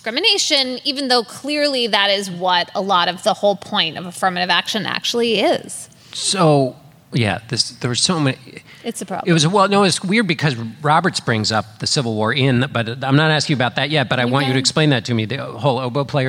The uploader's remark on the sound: Political Gabfest: Live From Atlanta! Take listener questions live.